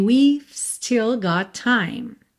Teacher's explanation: Como você termina o som no V, porque o E final não é pronunciado, e você já está indo para um S, fica quase imperceptível esse VE